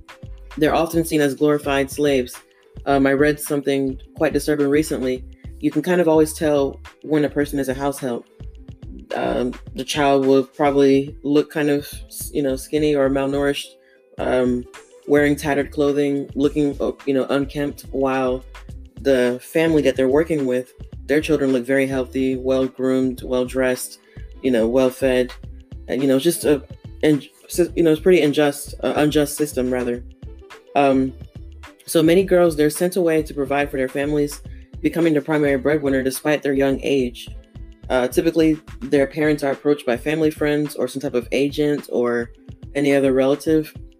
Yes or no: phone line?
no